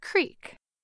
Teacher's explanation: Most Americans say this word as creek, with a long E sound, like in the word beet